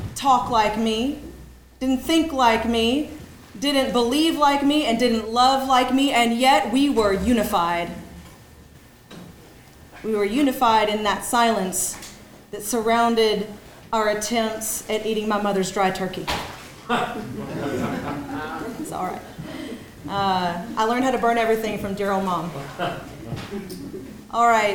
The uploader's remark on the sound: Congress to Lieutenant Governor each gave brief speeches and answered questions from the audience.